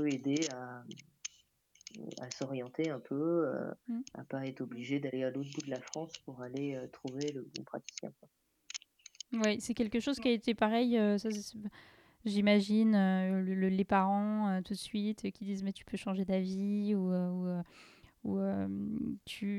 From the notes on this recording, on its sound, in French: Je m’excuse par avance du bruit de fond que je n’ai malheureusement pas réussi à enlever.